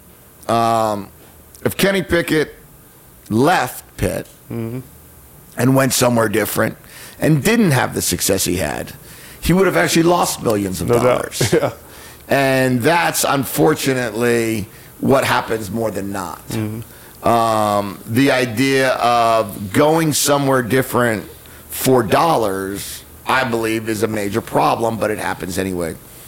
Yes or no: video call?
no